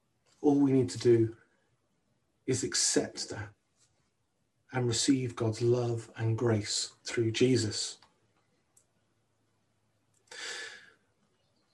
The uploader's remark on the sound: on 28th Februay 2021 at King's Church, Cockermouth, as an audio file